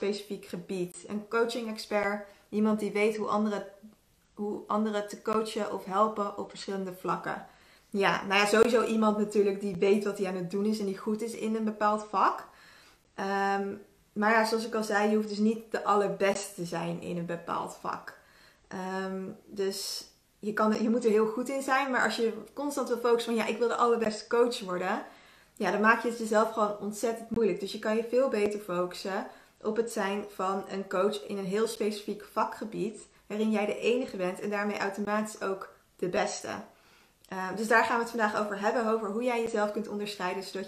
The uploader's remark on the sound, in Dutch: Dit is een opname van een Instagram live.